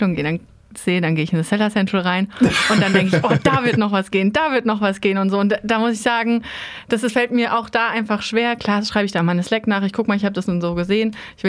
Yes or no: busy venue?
no